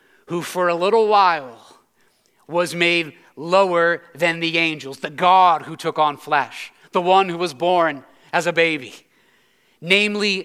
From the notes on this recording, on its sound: preached this sermon at Covenant Fellowship Church on December 24, 2022.